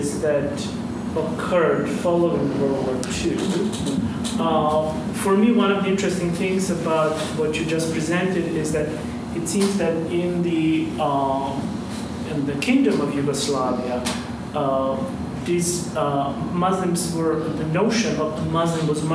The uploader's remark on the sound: During this talk at the University of Washington